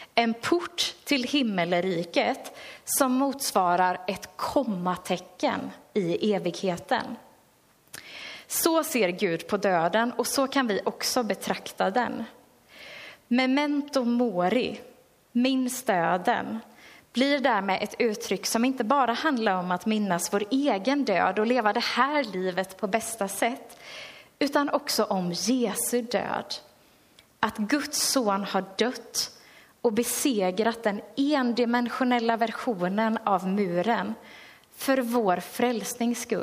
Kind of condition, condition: setting, large echoing room